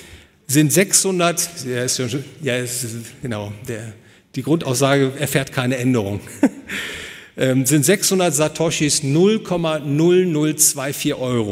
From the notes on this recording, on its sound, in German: Gehalten auf der Konferenz „Besseres Geld für die Welt“ des Ludwig von Mises Institut Deutschland. Hotel „Bayerischer Hof“, München.